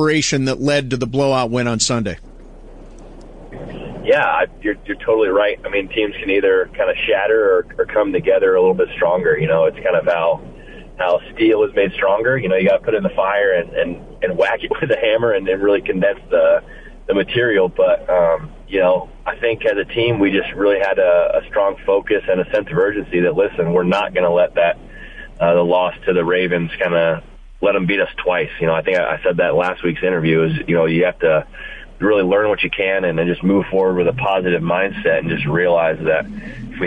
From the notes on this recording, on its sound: called